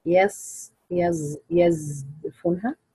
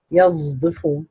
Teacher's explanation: يكون في حرف الصاد متغلبا على الزاي · Shown in: second take